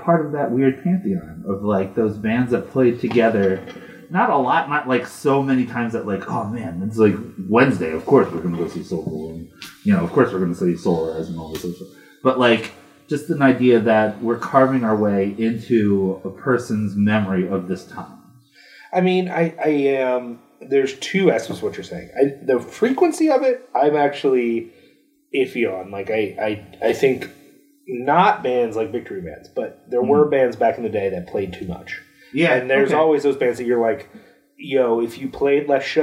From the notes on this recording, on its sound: On this episode, the sound is not great. We have a new sound editor who did everything he could to reduce the noise levels, but yet again when I recorded it I did something wrong so we got a lot of background fuzz. When you digitally cut stuff like that out it leaves an echo sound, and so there is some of that here.